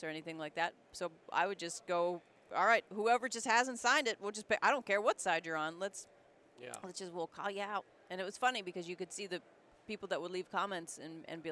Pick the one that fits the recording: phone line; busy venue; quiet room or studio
busy venue